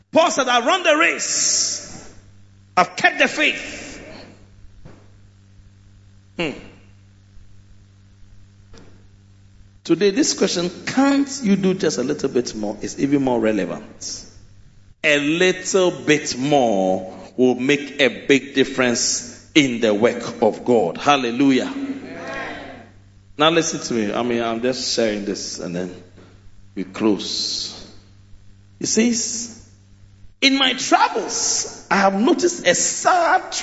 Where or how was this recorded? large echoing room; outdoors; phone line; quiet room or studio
large echoing room